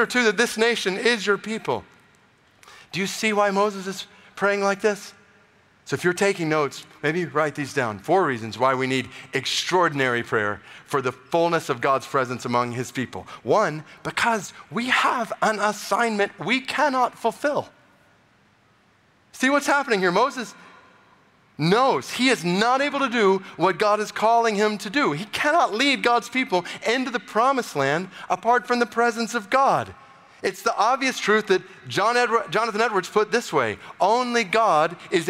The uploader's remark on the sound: Today’s episode features a keynote message from TGC’s 2023 conference.